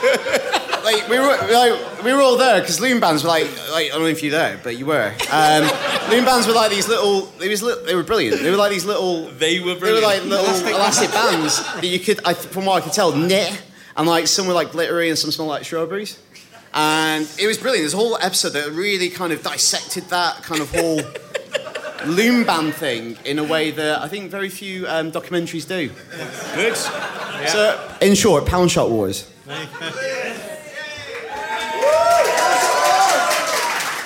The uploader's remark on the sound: Live From London